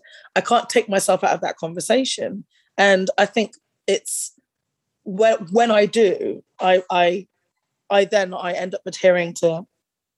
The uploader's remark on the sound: the "Zoom Room"